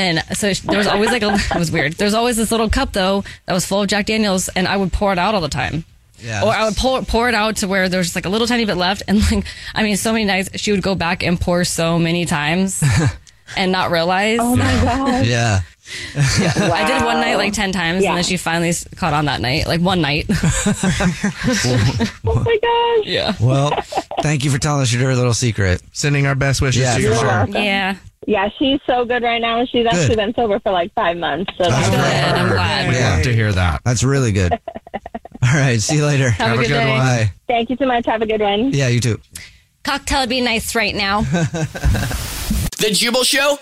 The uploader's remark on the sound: The woman on the phone is telling a secret about her mother!